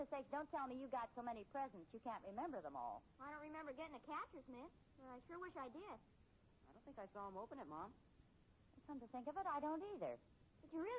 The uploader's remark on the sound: Very Poor Volume